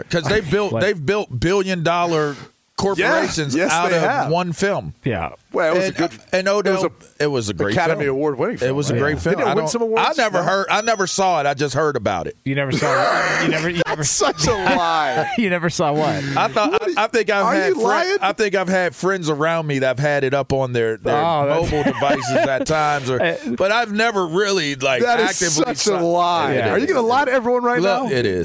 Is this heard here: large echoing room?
no